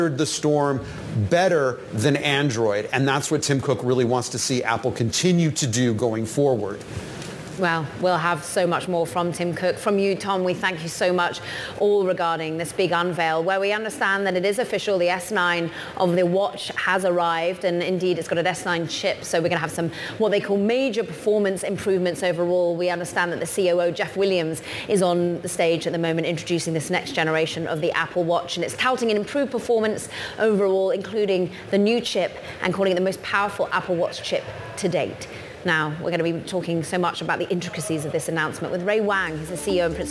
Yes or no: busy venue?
yes